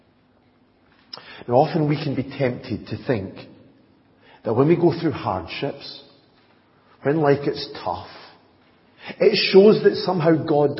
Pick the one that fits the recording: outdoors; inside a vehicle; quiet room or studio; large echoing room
large echoing room